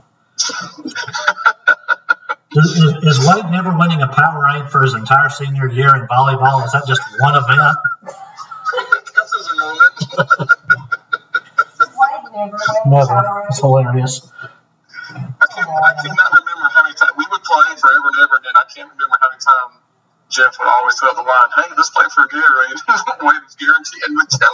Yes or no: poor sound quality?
yes